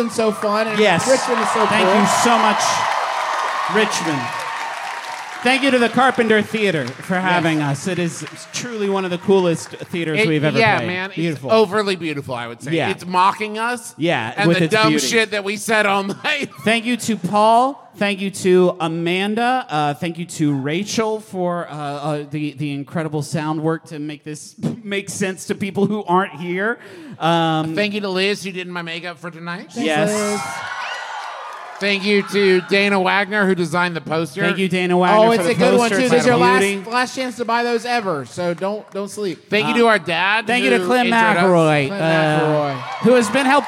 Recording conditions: live audience